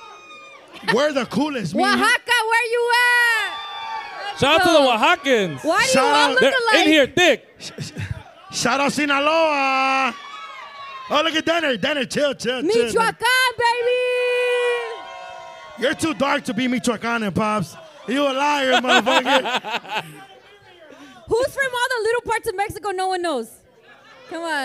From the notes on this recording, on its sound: Pop Up Live Show.